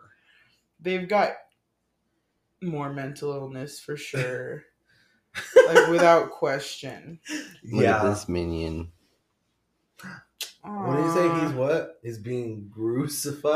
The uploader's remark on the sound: this episode was filmed in the back rooms at 2am….so please excuse the way it sounds.